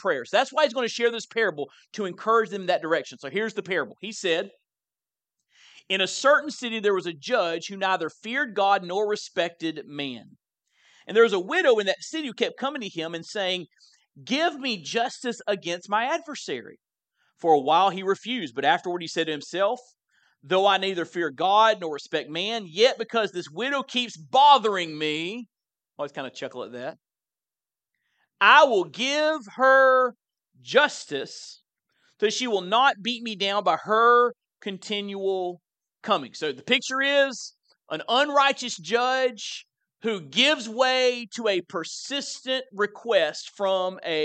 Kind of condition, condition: setting, large echoing room